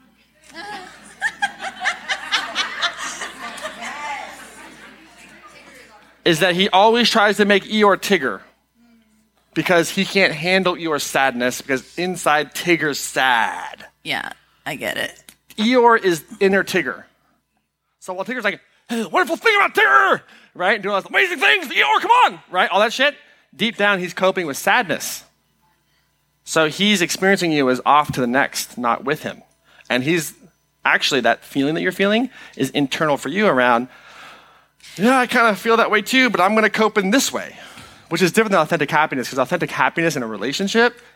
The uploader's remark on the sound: Today’s episode is an excerpt taken from Live Your Purpose Miami 2020.